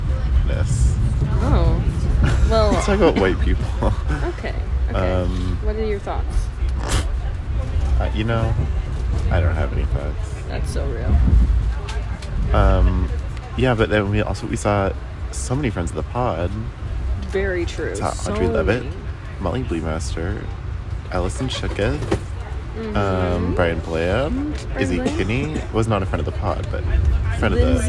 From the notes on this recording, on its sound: We figured we would just record on the train because...